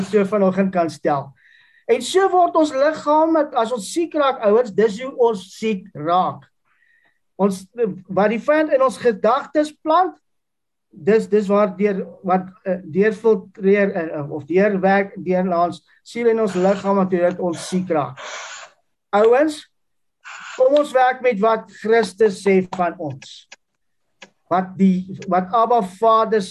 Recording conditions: video call